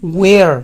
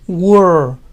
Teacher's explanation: no es where, sino were, como si la e de en medio fuera débil. · Shown in: second take